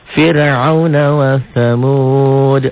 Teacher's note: Fir ro-nya mati tapi sebelum ro mati ada baris di bawah, jadi ro-nya tipis tarkik.